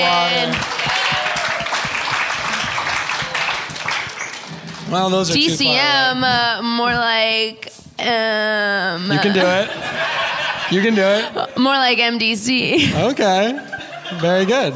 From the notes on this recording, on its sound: live from the 21st Del Close Marathon in Los Angeles